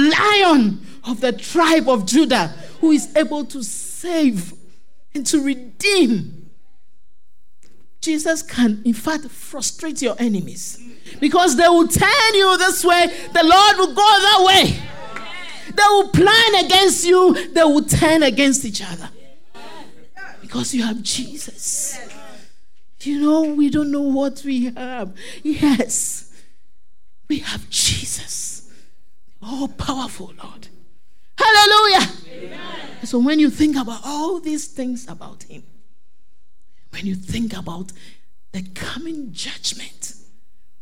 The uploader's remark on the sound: Sermon preached at CBC Shiashie Campus